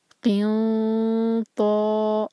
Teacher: قاف کو حلق سے نکالیں گے